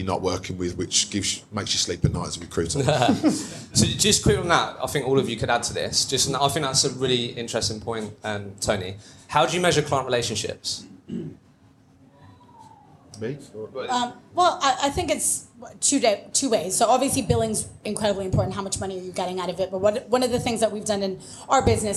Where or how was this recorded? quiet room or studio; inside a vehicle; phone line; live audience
live audience